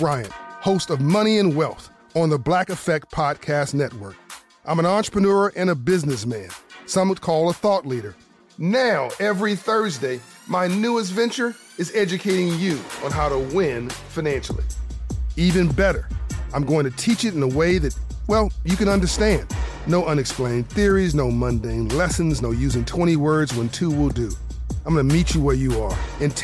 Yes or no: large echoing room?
no